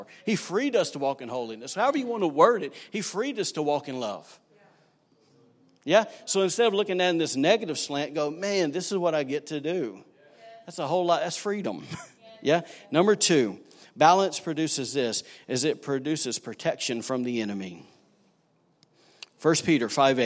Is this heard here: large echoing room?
yes